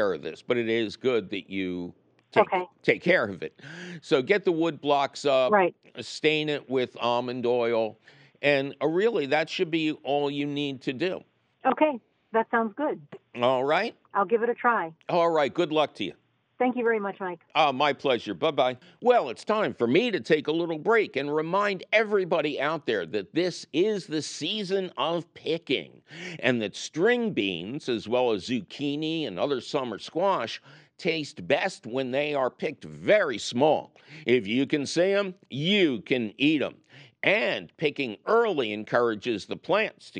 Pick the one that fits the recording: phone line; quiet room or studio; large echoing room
phone line